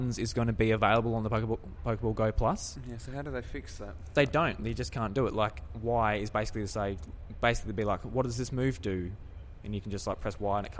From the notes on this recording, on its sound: live from PAX sitting uncomfortably in a quiet corner in the foyer